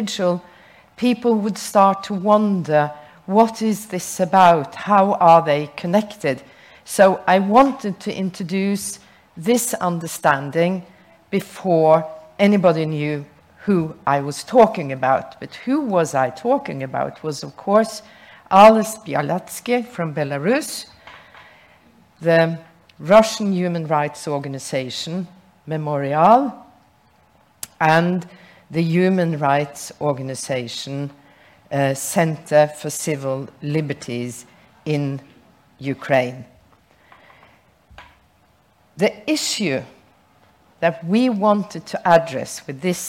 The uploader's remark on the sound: Recorded at the Nobel Peace Center Saturday 8 October 2022.